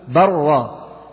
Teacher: فإنك تبدل هذه اللام إلى راء ثم تدغمها في الراء التي بعدها تقول برا، يبقى في حالة الإدغام لا أثر للنطق باللام نهائيا، فتكون إن كانت أدغمت في اللام فتكون لام مشددة، وإذا أدغمت في الراء فتكون راء مشددة.